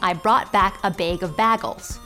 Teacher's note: Younger speakers in Detroit are losing the A raising, as in, "I brought back a bag of bagels," commonly used around the Great Lakes region.